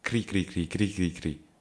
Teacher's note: the rolling R has a lot of energy, it is a vibration